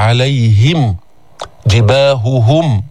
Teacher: فالهاء حرف حلقي يخرج من أقصى الحلق، جميع صفاتها ضعيفة، همس، رخاوة أو رخاوة، استفال، انفتاح، اسمات.